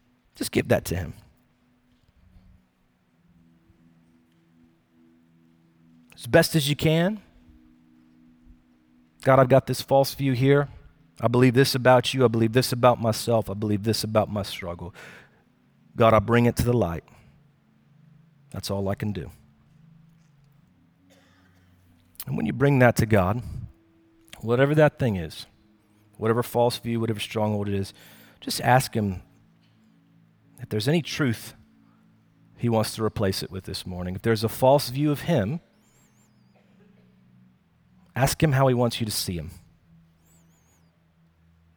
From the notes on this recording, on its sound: Recorded Live at Brookwood Church